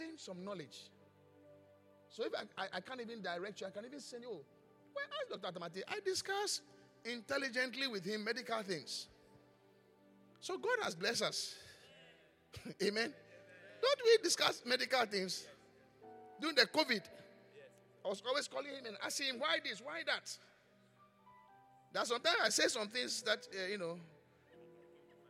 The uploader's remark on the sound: Preached at the Qodesh